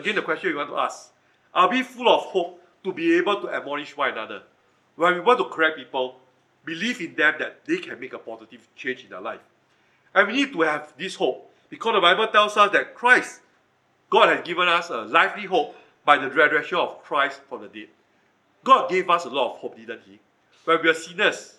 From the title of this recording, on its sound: Recorded Live/Sermon